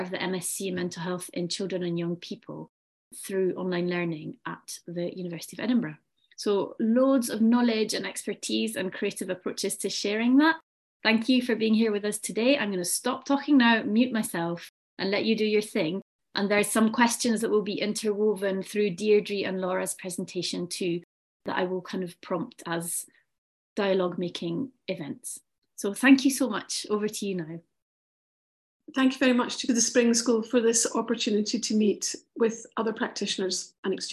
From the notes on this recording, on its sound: At the UNESCO RILA Spring School: The Arts of Integrating, which took place in May 2023. An online panel discussion.